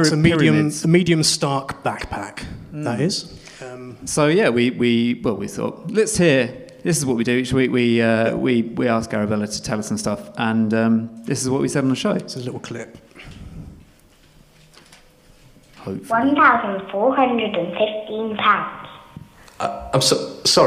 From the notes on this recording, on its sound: This week's episode is the second act of our Tragic Summer live show which took place at the Hackney Attic on June 6th